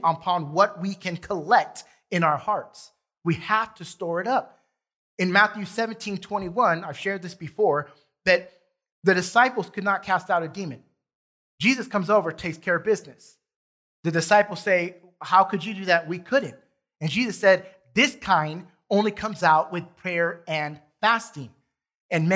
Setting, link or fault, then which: setting, large echoing room